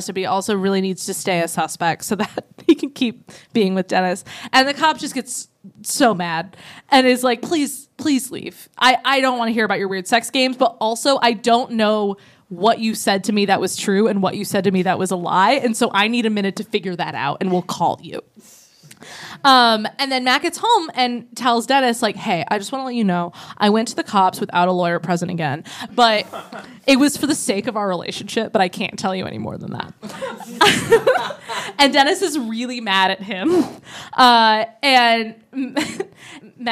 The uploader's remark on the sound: It was Halloween so what were we gonna do, NOT have a live show?! Recorded in front of a live audience at Otherworld Theater in Chicago.